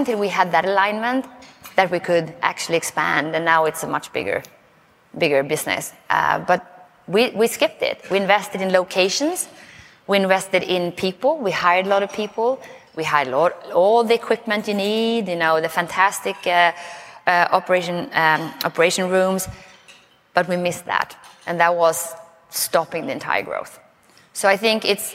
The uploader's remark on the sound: doing a LIVE For the Record episode over lunch at Aesthetic Next 3